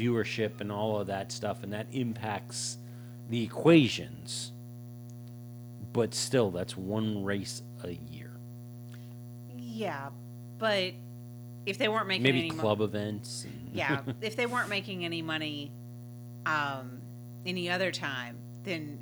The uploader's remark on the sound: The bad news is that we still have the background hum in the recording. We’re pretty sure we now know what is causing it and we’re spending the coming week refreshing our podcasting setup in order to take care of the issue.